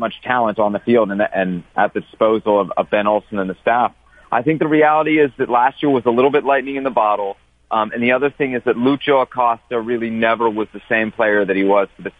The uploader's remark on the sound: Called. Calls.